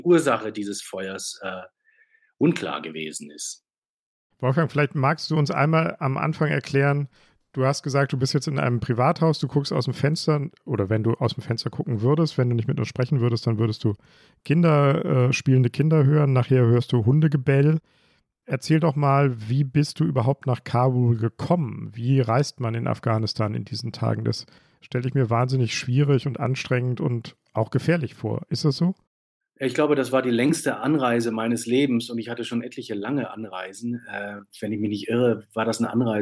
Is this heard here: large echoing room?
no